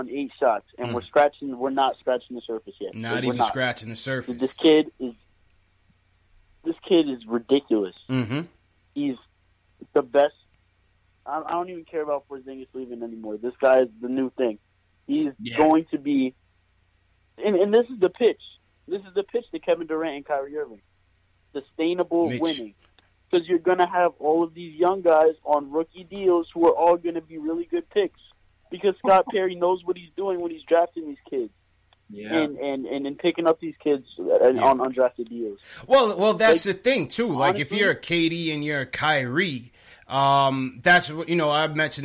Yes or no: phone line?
yes